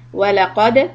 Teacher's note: وَلَقَدْ دَالْ هَزَى سُكُون. We do a qalqala, so we bounce the sound.